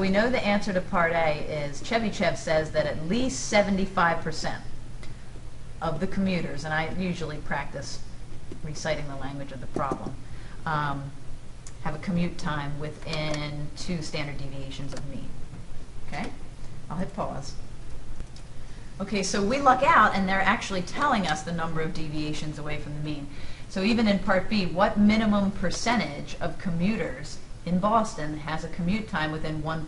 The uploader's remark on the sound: This is a clip fom a live classroom.